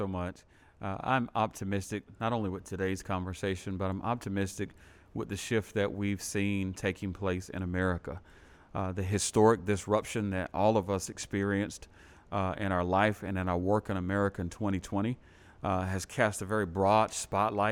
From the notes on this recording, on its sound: Live Panel. We recorded this "Live" at the River Room at TheClubhou.se.